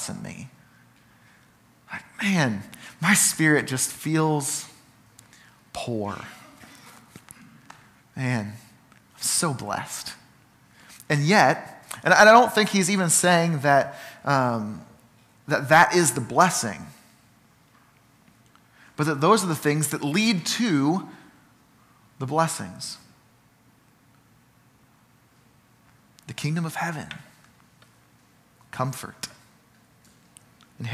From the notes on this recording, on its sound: Sermon from Ninth Street Christian Church